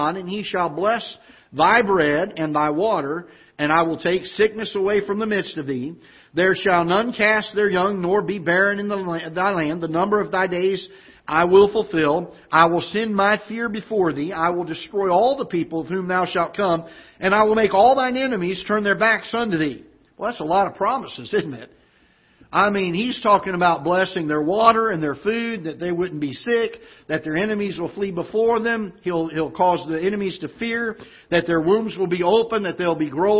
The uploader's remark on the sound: Ketha Heights Baptist Church ~ Live Broadcast